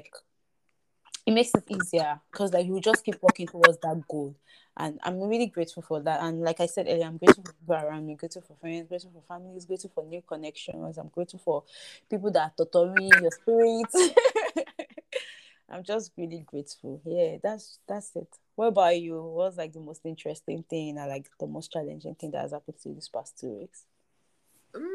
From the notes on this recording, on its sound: we apologize for the glitching please bear with us.